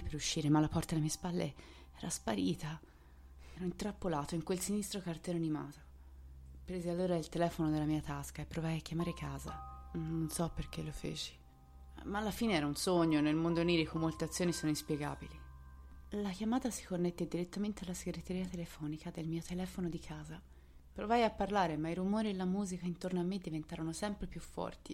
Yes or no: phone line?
no